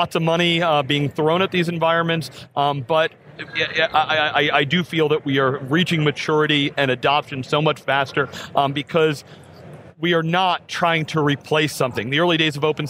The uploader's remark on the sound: live from KubeCon + CloudNativeCon NA 2019 from the San Diego Convention Center in San Diego, CA